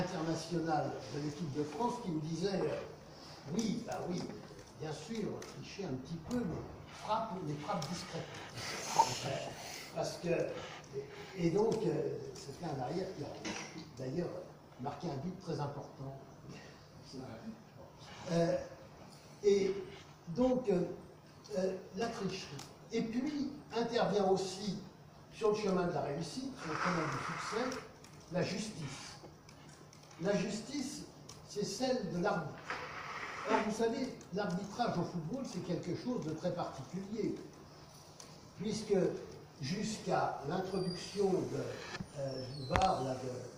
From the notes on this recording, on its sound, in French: Version audio de la conférence. À Aix-Marseille Université, Campus Schuman en octobre 2018.